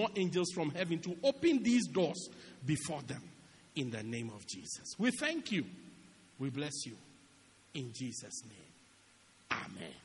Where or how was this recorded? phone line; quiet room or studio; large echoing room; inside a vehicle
large echoing room